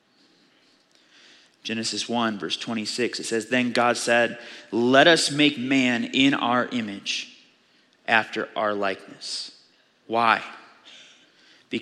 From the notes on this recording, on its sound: Audio file of the Sunday Morning Sermon.